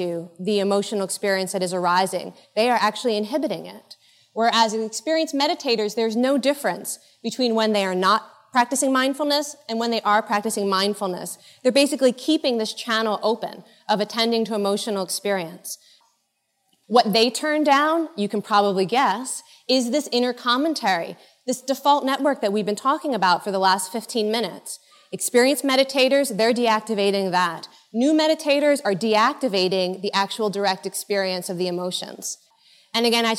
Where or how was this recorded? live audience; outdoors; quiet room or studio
live audience